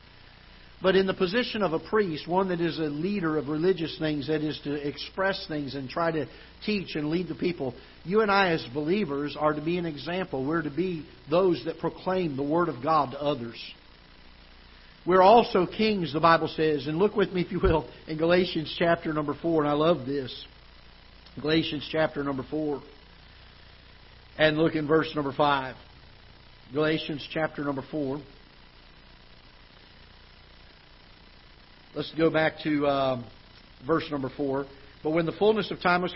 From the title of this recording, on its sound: Ketha Heights Baptist Church ~ Live Broadcast